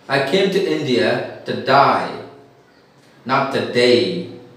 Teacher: Because Australians don't have A. They have the sound I. A is replaced by I.